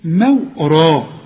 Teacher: يعني الميم والواو مرققين وبعدين الراء مفخمه